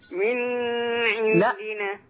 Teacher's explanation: ده اظهار حلقة عشان النون وراها عين